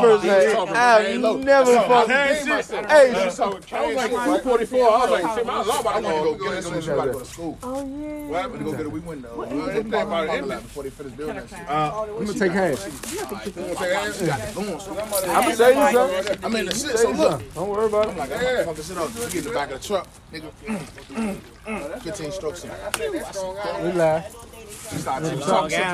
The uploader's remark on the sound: The Boncast (Live Episode). A Very Special Live (And Spontaneous) Episode Recorded On Location At One The Legendary Bonfires.